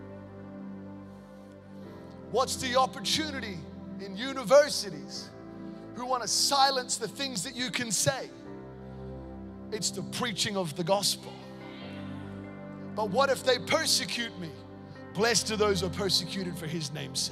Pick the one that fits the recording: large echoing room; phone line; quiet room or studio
large echoing room